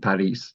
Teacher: the French pronunciation round about the year 1,000 would have been Paris, with the final S pronounced